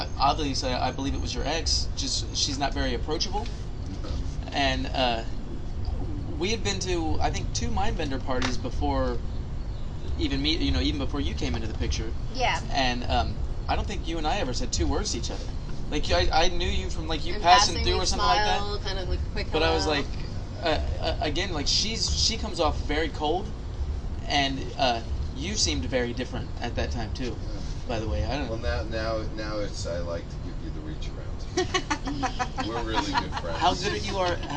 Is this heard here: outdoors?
yes